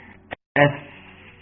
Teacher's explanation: ان السنتين اللي فوق اللي هي الثنايا العليا تنزل وتغرز في الثنايا في بطن الشفة وتطلع اف · Term: الفاء